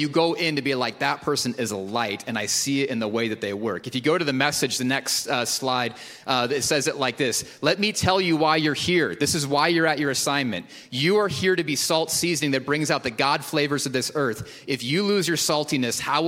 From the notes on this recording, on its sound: Recorded at Hope Church in Springfield, MO.